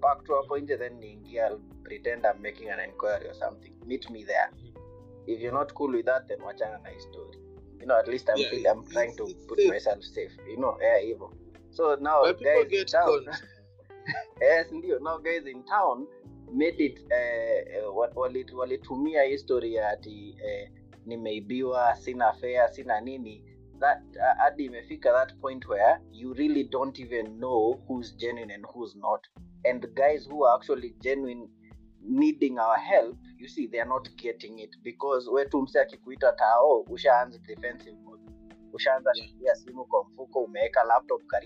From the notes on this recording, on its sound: Forgive the sound quality, we were trying out a new anchor feature and the devil was on overdrive.